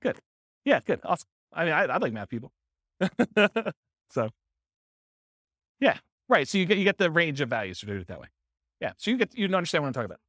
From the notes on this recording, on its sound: This was a live class recorded